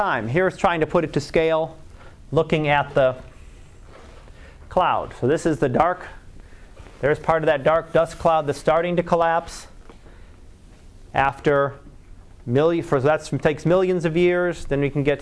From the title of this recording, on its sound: Live Class Lecture